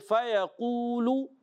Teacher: فیقولو، قاف واو پیش، قو واو مدہ ہے، ایک الف اپنے کھینچ کر ادا کرنا ہے